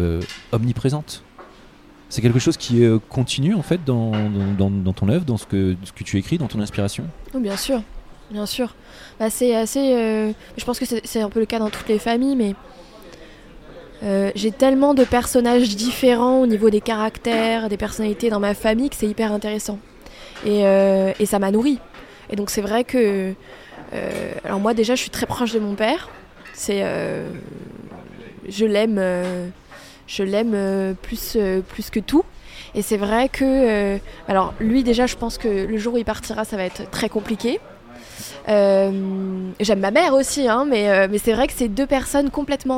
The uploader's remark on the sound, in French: Un café au comptoir. Enregistré au Cafe Charlot, 38 rue de Bretagne à Paris (3e).